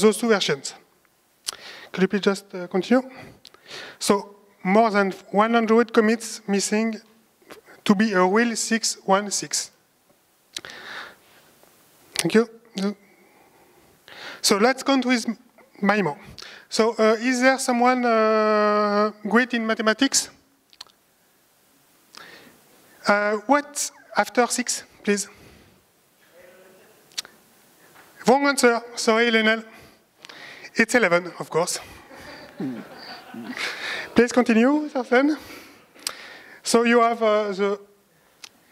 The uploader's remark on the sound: A presentation from the LibreOffice Conference 2019 in Almeria, Spain.